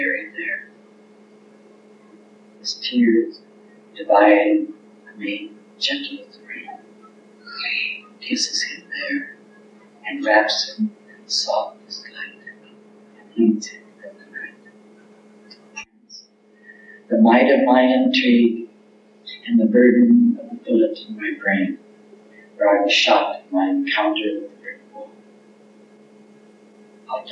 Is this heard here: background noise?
yes